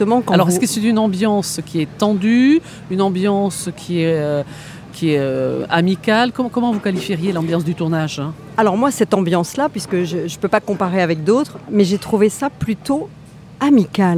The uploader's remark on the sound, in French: conférence de presse lors du 76ème Festival de Cannes